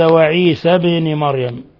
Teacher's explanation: باء ساكنة قلقل لأنها من حروف قطب جد. وعيسى بن مريم ملاحظ تفخيم الراء.